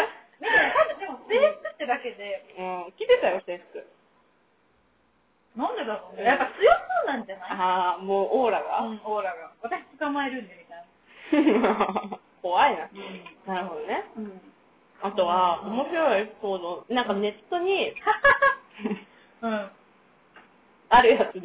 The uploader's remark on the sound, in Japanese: 音質悪めです